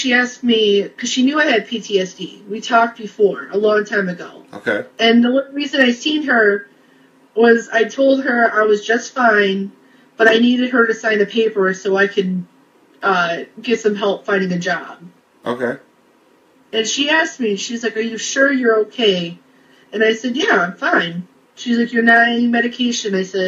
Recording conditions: video call